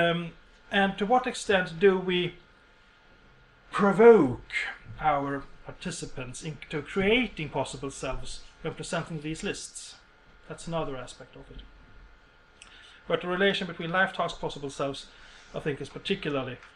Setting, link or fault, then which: setting, large echoing room